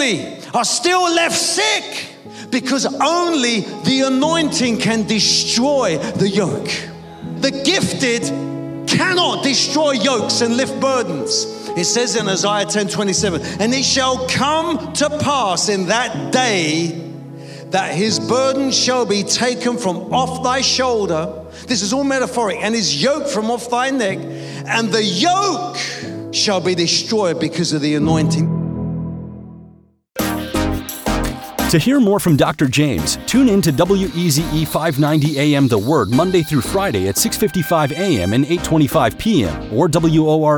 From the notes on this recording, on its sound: preaching at a Church in Thailand